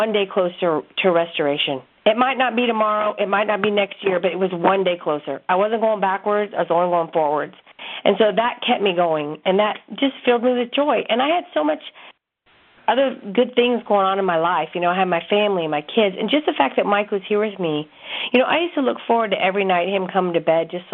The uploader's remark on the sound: CONFERENCE CALL